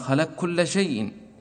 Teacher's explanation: خلق كل شيء إضغام القاف في الكاف